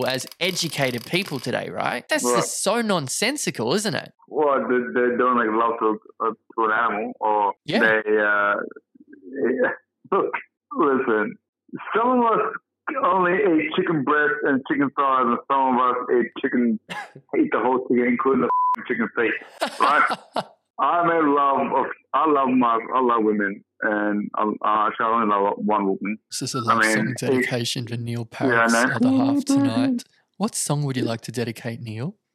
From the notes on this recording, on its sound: An Over-The-Phone Interview. All our podcast episodes are pre-recorded at an independent studio in Sydney, Australia.